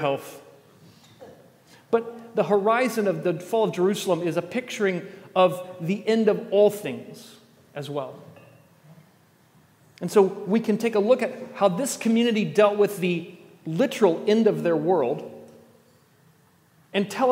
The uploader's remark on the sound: At The Table worship gathering on Sunday, December 3rd, 2023. First Sunday of Advent.